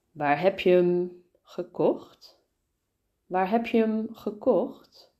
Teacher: in real life, of course, we don't say hem, but we say um. Um. Waar heb je hem gekocht?